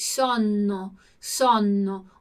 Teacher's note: Ho sonno, qua doppie consonanti, quindi sonno, pronuncia più lunga qua nella doppia, quindi sonno, sonno.